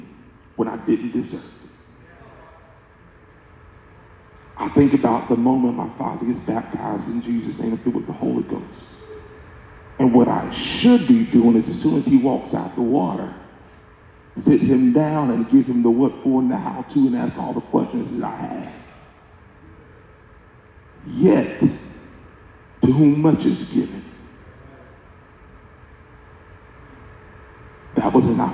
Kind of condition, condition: setting, live audience